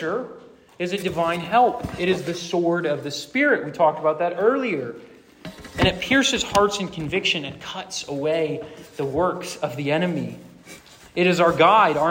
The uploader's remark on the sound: Rooted Retreat 2023. This sermon was preached to a Junior + Senior High audience.